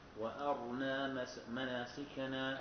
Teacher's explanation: الحكم الراء في الساكن إيش بيكون؟ التفخيم.